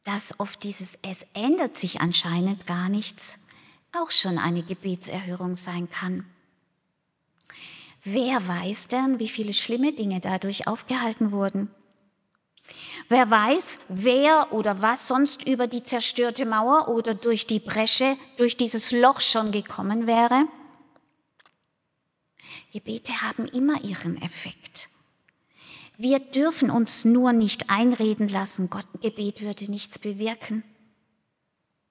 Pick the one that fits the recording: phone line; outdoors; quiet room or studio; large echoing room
large echoing room